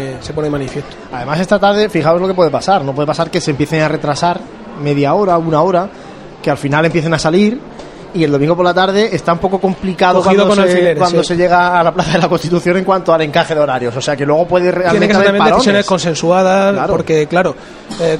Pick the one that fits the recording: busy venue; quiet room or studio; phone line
busy venue